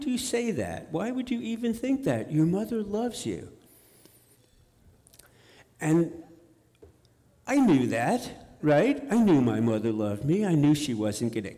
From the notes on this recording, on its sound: On The Road Series. Live in Dallas, OR. Portland Story Theater.